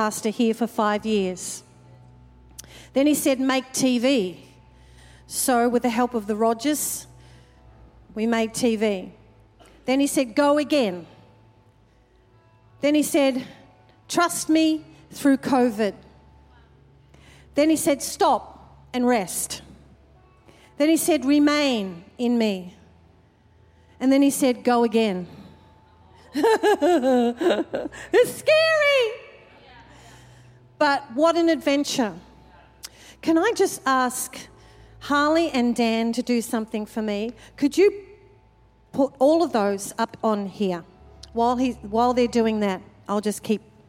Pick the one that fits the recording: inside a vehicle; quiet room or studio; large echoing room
large echoing room